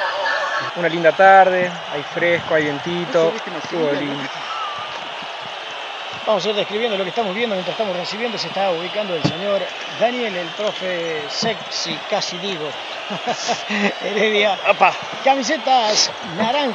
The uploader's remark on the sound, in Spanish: Desde el Club Atletico Sacachispas, la Radio Comechingones transmitió on line para todo el mundo el primer partido de Futbol Senior desde el techo de las instalaciones del queridisimo club. De esta manera, nace un hito en la historia del futbol de Villa de las Rosas.